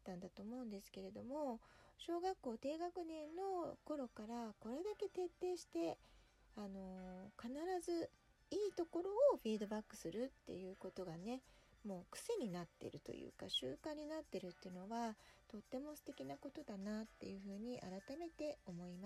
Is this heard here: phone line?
no